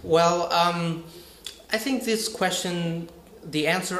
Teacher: Okay, I'm still thinking, so my voice will rise.